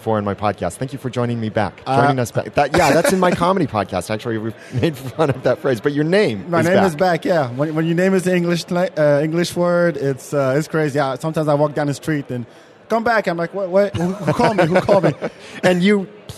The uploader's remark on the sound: Recorded live at Podcast Movement 2015.